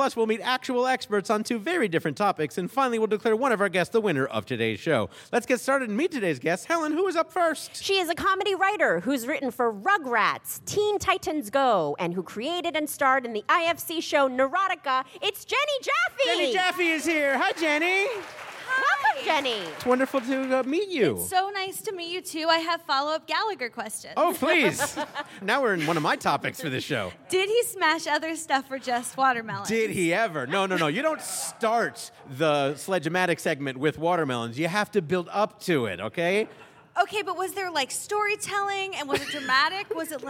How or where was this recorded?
busy venue